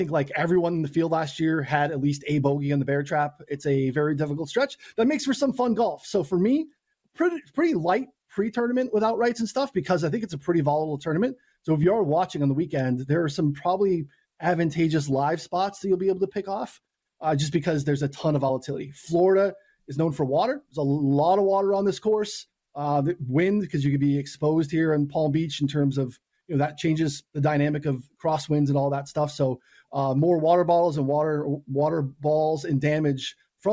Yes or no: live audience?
no